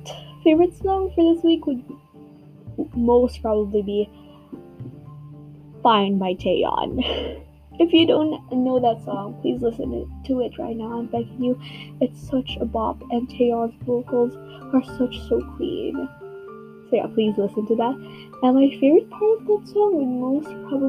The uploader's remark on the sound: Sorry for the low audio quality and background noises!